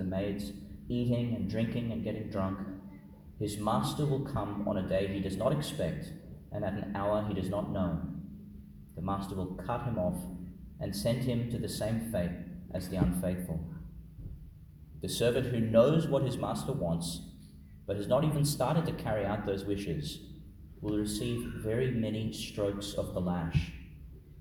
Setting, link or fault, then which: setting, large echoing room